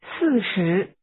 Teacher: 40 is pronounced with first a falling tone, then a rising tone.